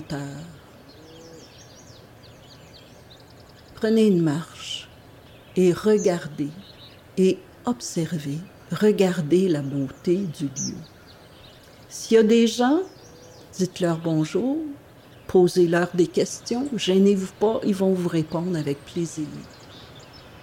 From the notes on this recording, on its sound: This special episode will immerse you in the nature of the Way’s Mills area. Accompanied by sounds of the environment; wind and rain, the cascading river, morning birdsong, livestock, wild animals such as fox and deer, and more.